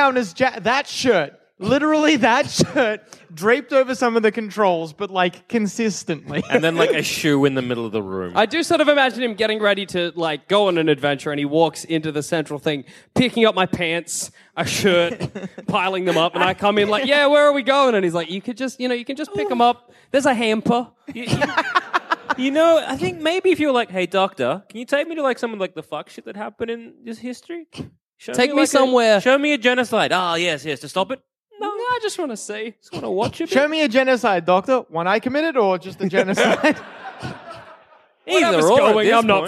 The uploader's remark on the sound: recorded at the Marriott Hotel in Cardiff